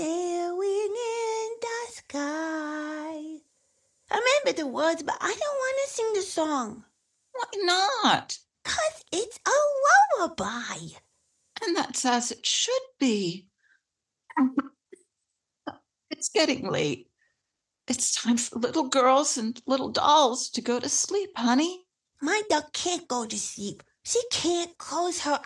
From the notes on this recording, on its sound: with a far-flung Zoom-based cast